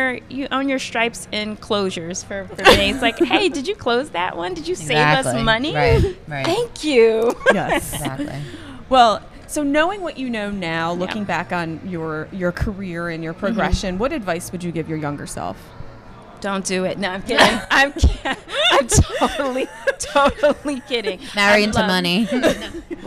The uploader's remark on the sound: Live from ClaimsXChange